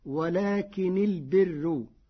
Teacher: بتخفيف ولكن وكسر النون ورفع راء البر مع ترقيق الراء